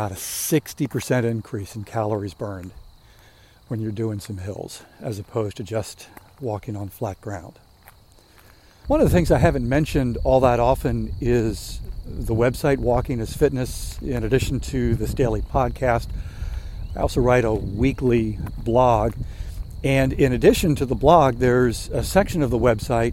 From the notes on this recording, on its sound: During today's ten-minute walk.